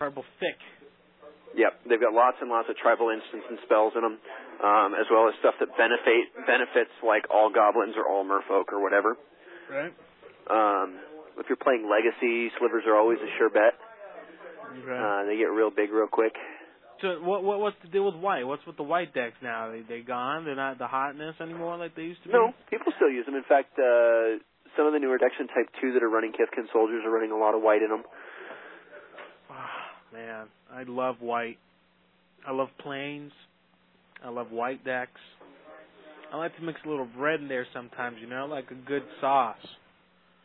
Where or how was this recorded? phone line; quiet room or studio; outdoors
phone line